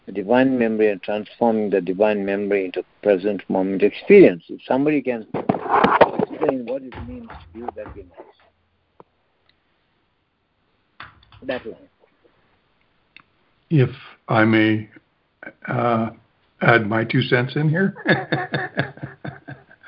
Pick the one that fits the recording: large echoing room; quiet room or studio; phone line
phone line